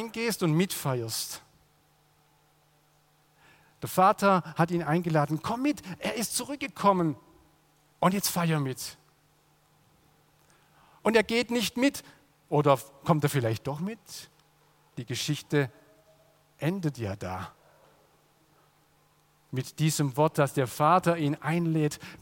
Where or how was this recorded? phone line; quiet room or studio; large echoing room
large echoing room